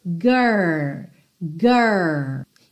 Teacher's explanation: E lembrando que esse R, a gente vai pensar no R da porta com a perna esquerda, sabe? Aquele R com a língua enrolada.